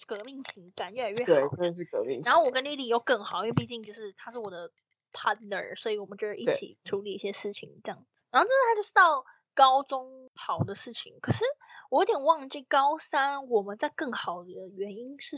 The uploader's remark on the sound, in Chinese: 線上錄音 麥克風爆音 耳朵注意!